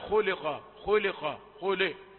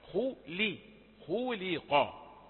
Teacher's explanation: الإنسان، الإنسان، ولا تقل الإن بضرب طرف اللسان في سقف الحنك، فإن هذا إظهار. خلق، هذه اللام يمكن أن تظلم وأن يأتي ترقيقها غير واضح بسبب الحرفين المفخمين حولها، خاء وقاف · Shown in: first take · فيقرأ هكذا خلق خلق خلق.